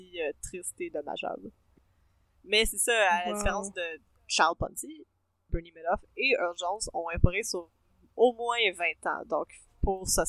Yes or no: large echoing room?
no